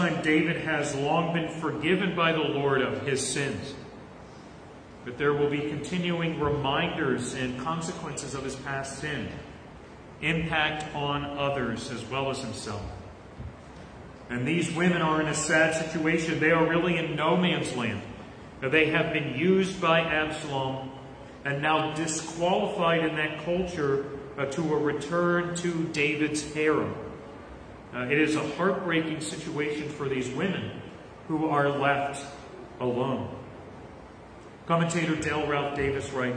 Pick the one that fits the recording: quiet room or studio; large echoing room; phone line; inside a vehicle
large echoing room